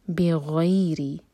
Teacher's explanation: غین heavy اور فتح یا کے ساتھ جڑ رہا ہے تو یہ مدلین ہے